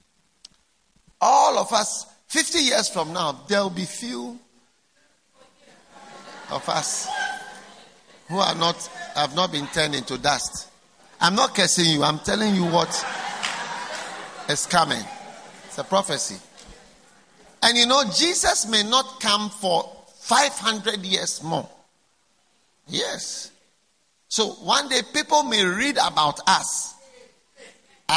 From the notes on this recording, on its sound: Preached at the First Love Church, Accra.